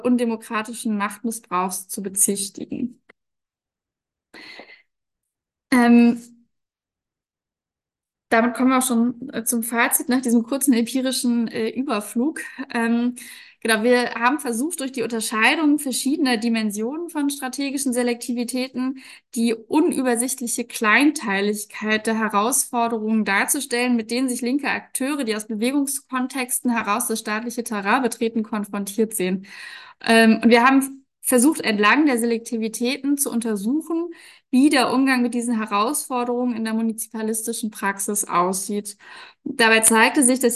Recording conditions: video call